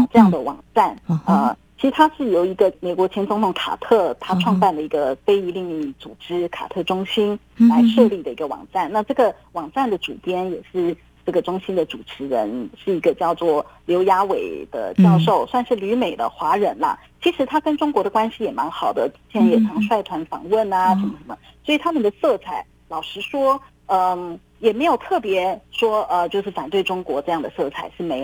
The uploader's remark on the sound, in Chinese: 連線訪問中央社駐上海記者。